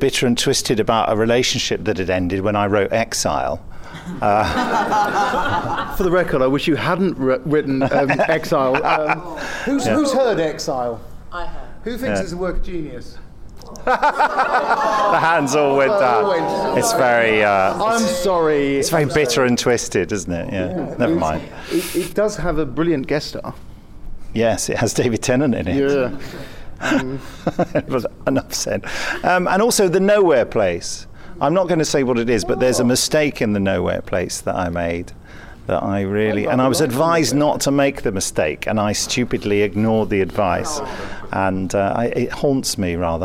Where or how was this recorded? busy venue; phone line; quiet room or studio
busy venue